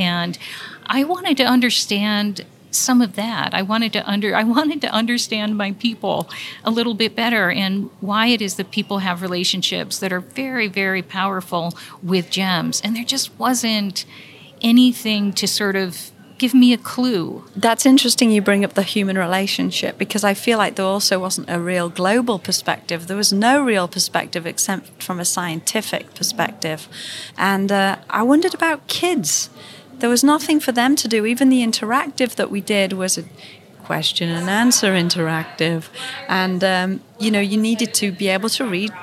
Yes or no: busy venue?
yes